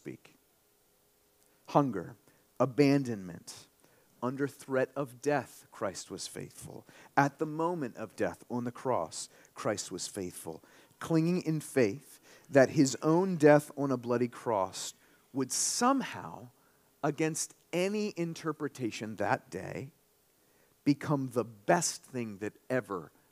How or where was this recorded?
large echoing room